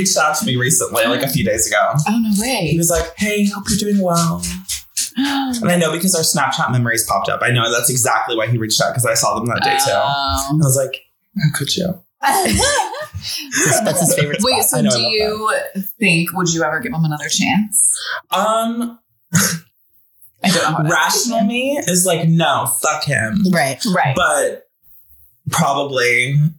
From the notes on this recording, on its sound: Apologies in advance for the echo-y audio...we're learning over here.